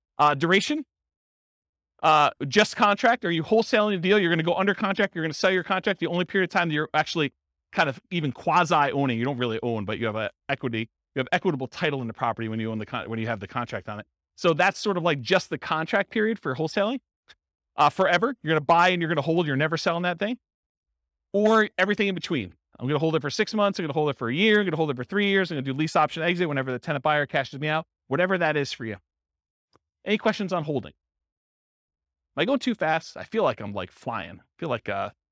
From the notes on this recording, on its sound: In Huntington Beach, California. This was a live class recorded. The live in-person version.